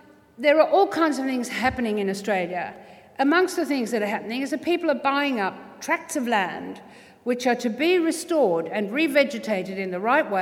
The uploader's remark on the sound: THIS SYDNEY IDEAS LECTURE TOOK PLACE AT THE UNIVERSITY OF SYDNEY ON 27 October, 2013.